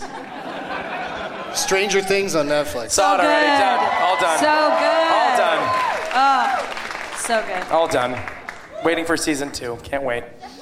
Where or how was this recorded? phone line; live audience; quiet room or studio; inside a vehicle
live audience